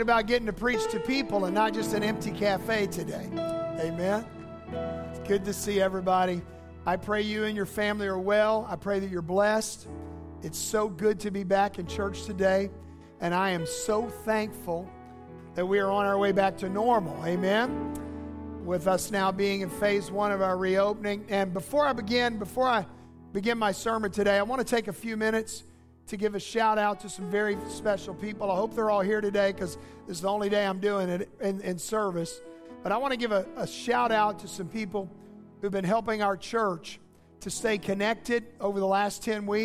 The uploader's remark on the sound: As we returned to our live in-person services this week